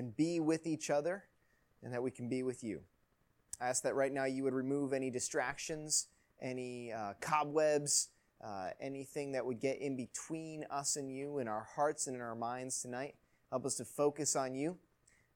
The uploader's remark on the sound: Recording of Youth Message on 1-9-19 at Third Baptist Church, Marion, IL.